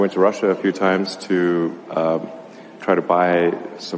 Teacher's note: Die Stimme ist auch sehr behaucht, also wenig Strahlkraft, wenig Lautstärke, wenig Stimmvolumen.